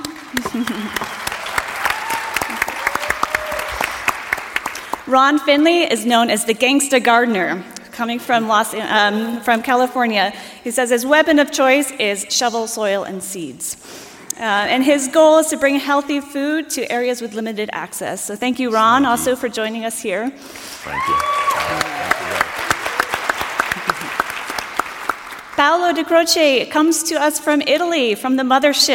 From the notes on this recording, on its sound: Keynote Conversation at Slow Food Nations 2019.